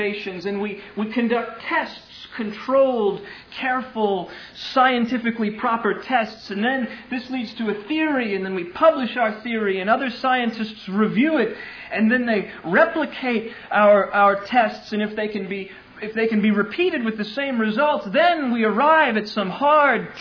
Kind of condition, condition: setting, large echoing room